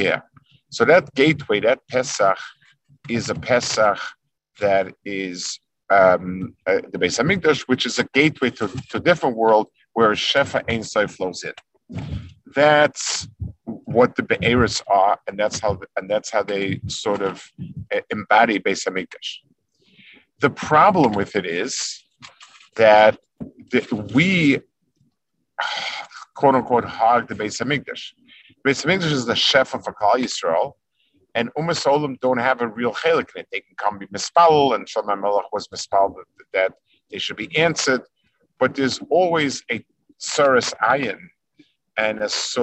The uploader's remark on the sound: This shiur take place over Zoom on Motzei Shabbos.